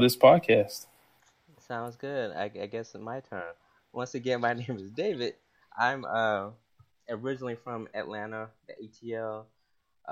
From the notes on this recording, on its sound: Apologies for any audio issues, we're newbs at this but we continue to learn and grow!